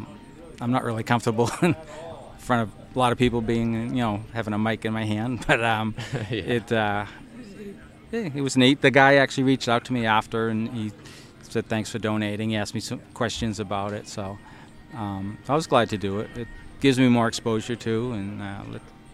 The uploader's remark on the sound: podcast proudly recorded at HUNTSTOCK 2023